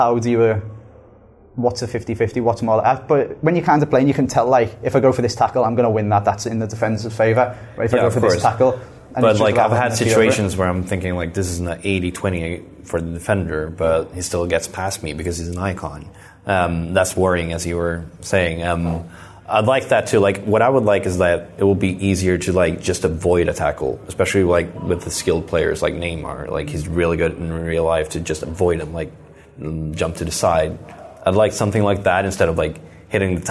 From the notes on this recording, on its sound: Live from the FIFA19 Capture Event